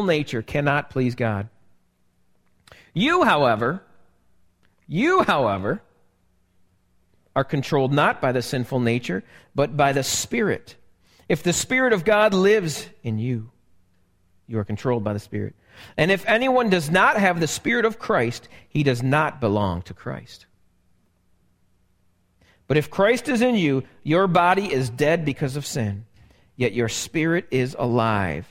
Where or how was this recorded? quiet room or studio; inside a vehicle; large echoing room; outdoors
large echoing room